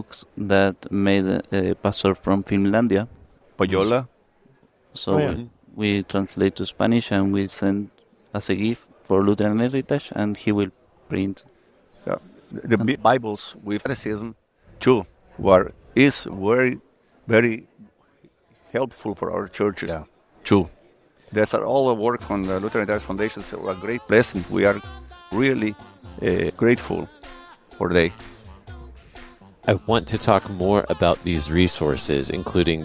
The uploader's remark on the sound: from the LCMS National Convention